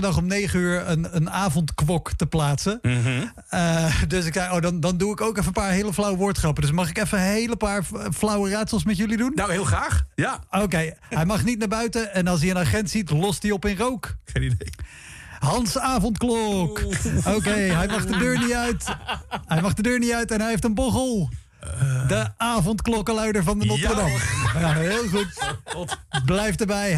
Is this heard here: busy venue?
no